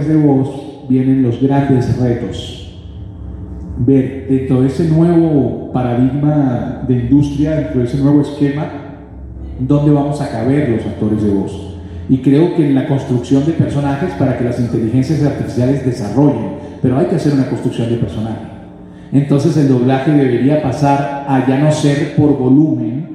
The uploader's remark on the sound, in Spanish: El audio de este episodio fue tomado directamente de las bocinas del auditorio donde se realizó esta actividad. Lamentamos que no sea de mejor calidad.